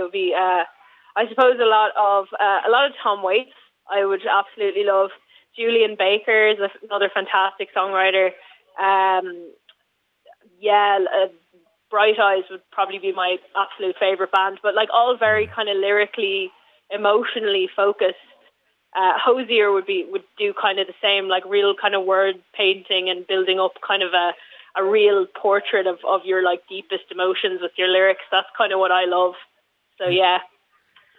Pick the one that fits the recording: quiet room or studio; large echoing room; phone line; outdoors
phone line